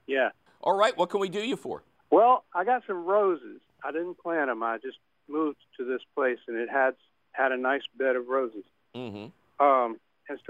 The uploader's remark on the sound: Its a fabulous phone call questions show!